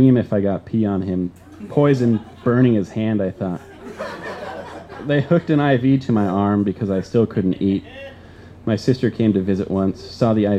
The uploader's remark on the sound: This story was recorded live on 13 December 2016 at Tiger!